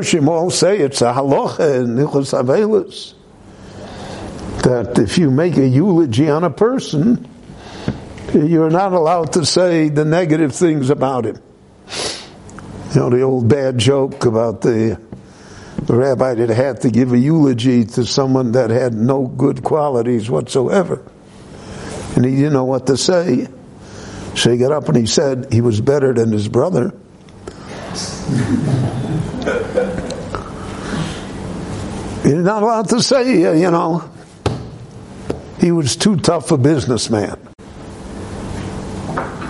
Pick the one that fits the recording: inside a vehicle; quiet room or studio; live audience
live audience